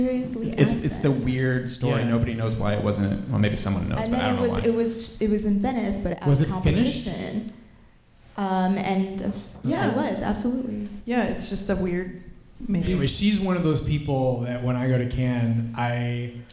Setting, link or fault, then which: setting, live audience